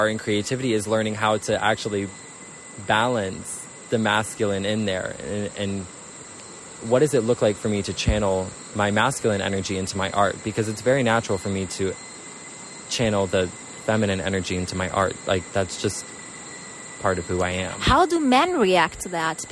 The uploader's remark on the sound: live at a river bank, Guatemala